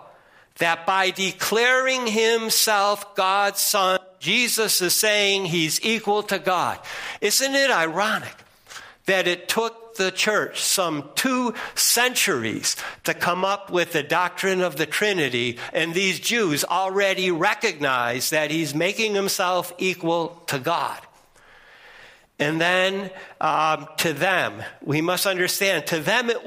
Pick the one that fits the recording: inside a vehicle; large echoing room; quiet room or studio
large echoing room